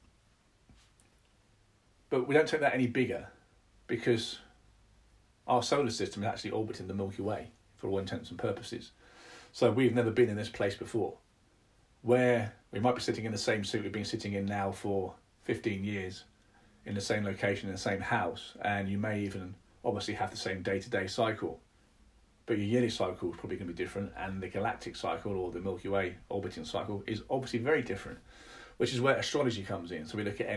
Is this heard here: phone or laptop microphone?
yes